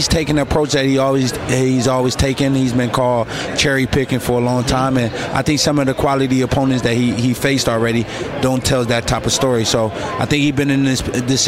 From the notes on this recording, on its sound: we are live at the …-… weigh in!